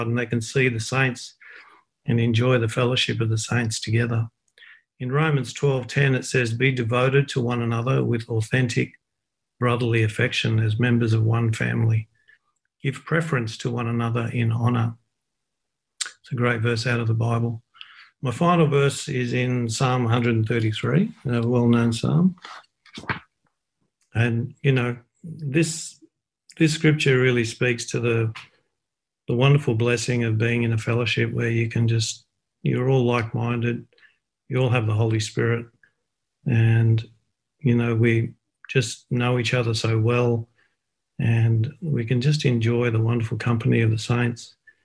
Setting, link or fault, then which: link, video call